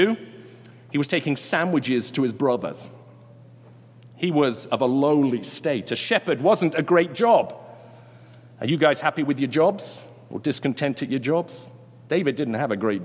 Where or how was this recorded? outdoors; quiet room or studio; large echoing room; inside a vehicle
large echoing room